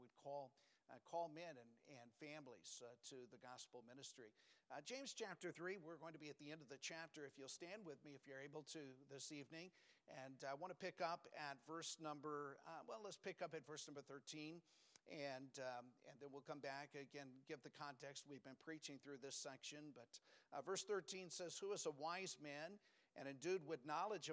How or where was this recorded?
large echoing room